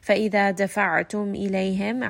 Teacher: عَيْن is going to be from the throat.